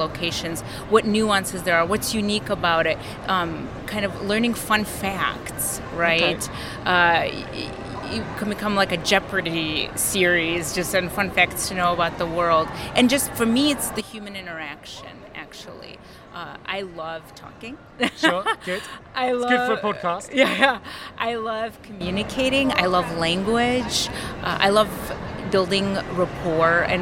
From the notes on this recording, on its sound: Recorded Live at American Payroll Association Congress 2019 in Long Beach, California.